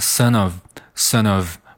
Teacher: of 是一个 v，而不是 f，是一个浊辅音，而不是一个清辅音哈。